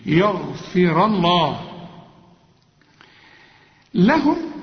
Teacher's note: وانا قلت لك عند الوقف الفه ما دام مكسوره رقق الراء، انما عند الوصل الراء ايه؟ الراء هنا مفتوحه، اديها حقها في التفخيم